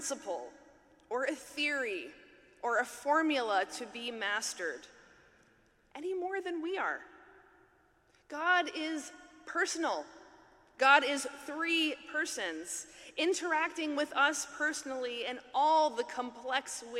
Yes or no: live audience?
yes